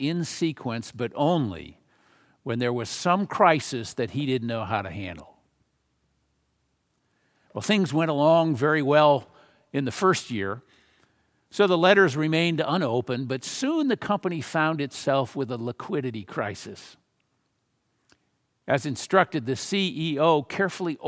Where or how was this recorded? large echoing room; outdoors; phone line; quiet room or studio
large echoing room